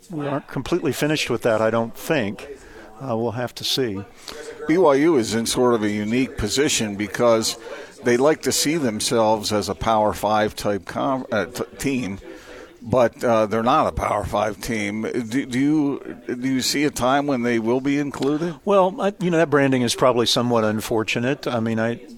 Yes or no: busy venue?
yes